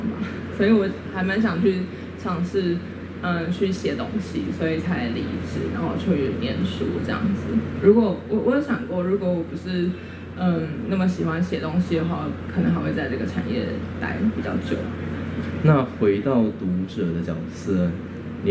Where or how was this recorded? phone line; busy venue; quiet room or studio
busy venue